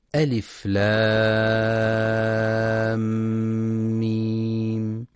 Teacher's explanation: إدخال الميم الساكنة بالميم المتحركة بحيث يصيران حال النطق بهما ميما مشددة، فيكون إدغام كامل بغنة يسمى إدغاما شفويا وحرفه الميم فقط. · Term: الإدغام الشفوي